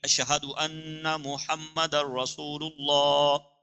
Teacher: یعنی ان اس کو تشدید پڑھنی ہے، مشدد کرنا ہے، غنہ کرنا ہے، لیکن انا لمبا نہیں کرنا